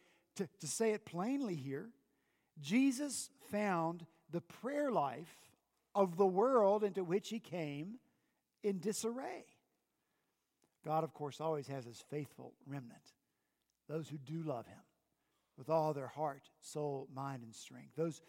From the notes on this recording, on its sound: At Redeemer Presbyterian Church in Charleston, SC